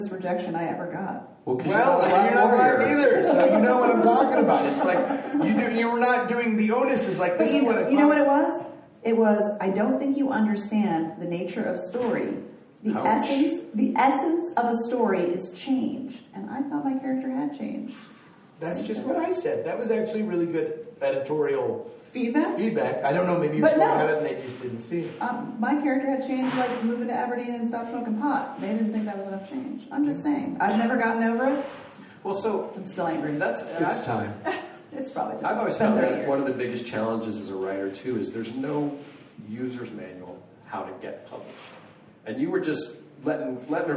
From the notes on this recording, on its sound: Joins us for our last live show from Boise’s Storyfort literary festival.